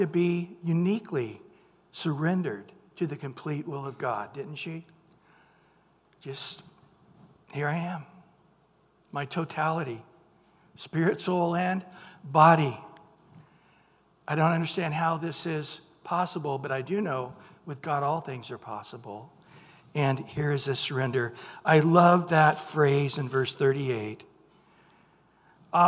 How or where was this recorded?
large echoing room